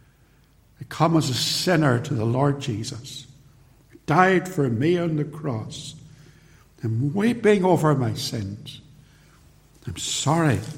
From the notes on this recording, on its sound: Recorded at Templepatrick.